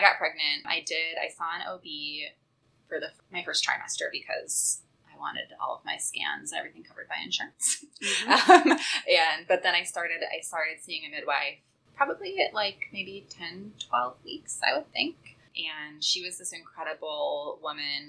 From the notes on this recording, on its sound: We apologize for any poor audio quality during this episode.